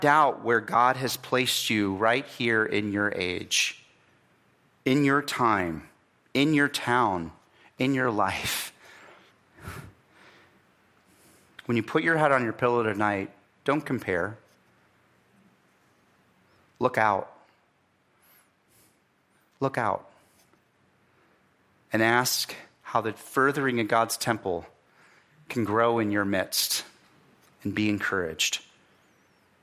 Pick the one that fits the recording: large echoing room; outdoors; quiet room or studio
large echoing room